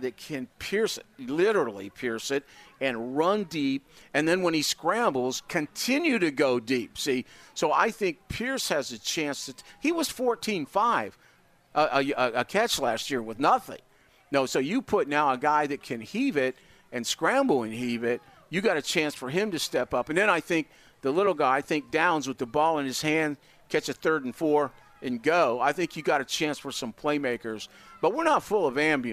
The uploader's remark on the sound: joins us live at Colts camp!